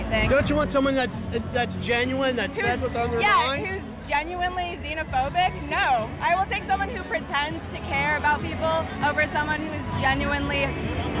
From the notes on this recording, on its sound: Interviews from Ohio Trump Rally. Join us LIVE on Blog Talk Radio.